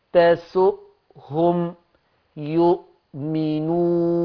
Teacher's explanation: الانطباق بين الوترين الصوتيين أدى لانقطاع الهواء والصوت · Term: الهمزة